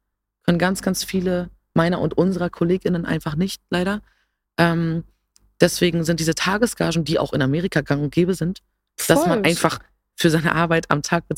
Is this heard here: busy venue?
no